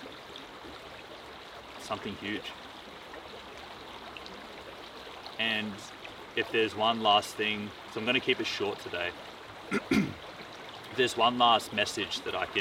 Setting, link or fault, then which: setting, outdoors